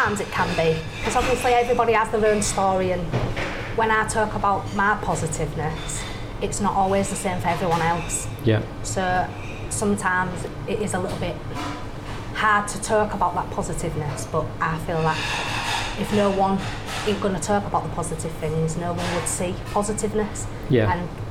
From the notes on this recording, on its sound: Openness in Adoption Conference ’23. Exclusively in person. The audio is ok but you do get to hear some background noise, a sound check and kitchen sounds.